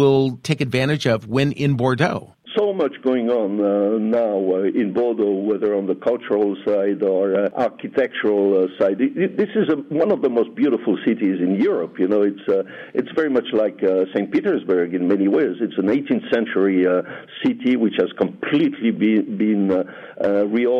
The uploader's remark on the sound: Welcomes him to the program by phone. Vinexpo Bordeaux.